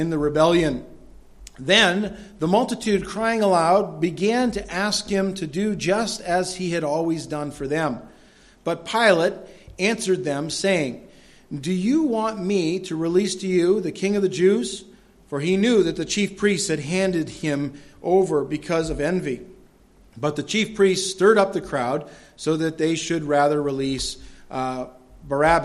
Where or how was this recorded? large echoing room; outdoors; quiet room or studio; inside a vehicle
large echoing room